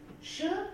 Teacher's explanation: ist konsonantisch, ist frikativ, ist stimmlos und ebenfalls nicht nasal